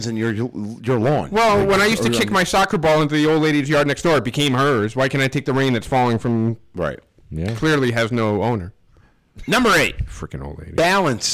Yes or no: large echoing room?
no